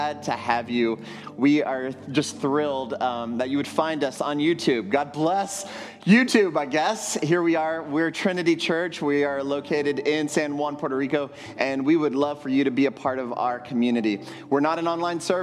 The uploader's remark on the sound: at Trinity Church, Puerto Rico.